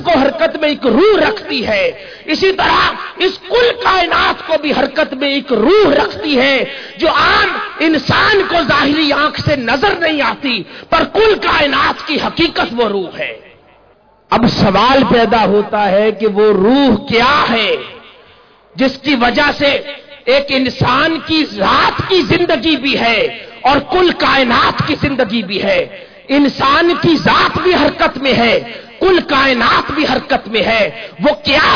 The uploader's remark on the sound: Event: International Mawlid un Nabi Conference 2010. Place: Minar e Pakistan Lahore.